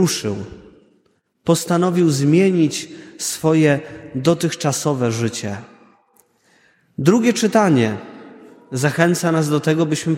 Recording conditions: large echoing room